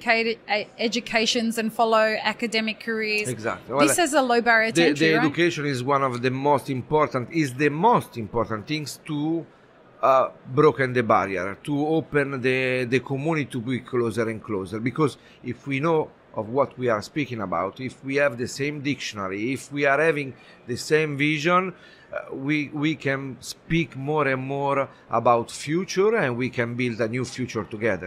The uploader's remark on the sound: The Daily Coffee Pro Podcast live series from World of Coffee Dubai. Who joined us live as the official podcast partners for World of Coffee Dubai, and recorded podcast episodes from the show floor.